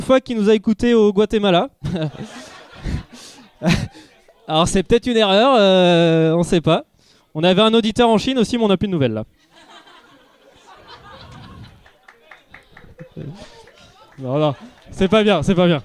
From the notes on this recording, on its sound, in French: Avant de partir en live. Au public présent pour cette soirée.